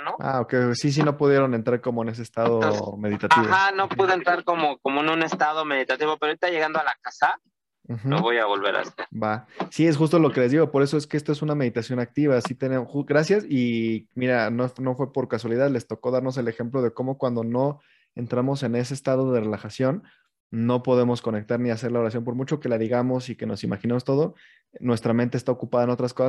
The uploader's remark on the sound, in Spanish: Posteriormente se graba y se sube como podcast.